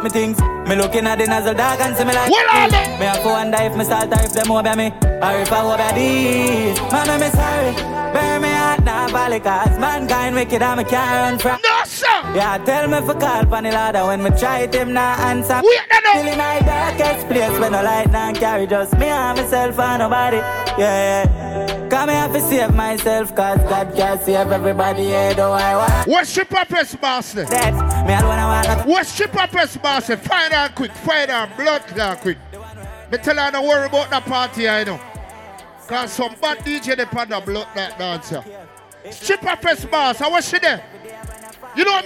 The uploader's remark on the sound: LIVE AT STRIPPER FEST NOV.10TH 2023